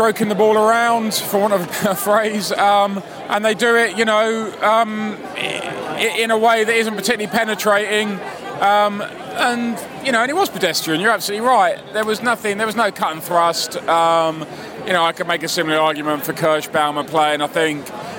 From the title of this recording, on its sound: Post-match podcast from the pub (in the street)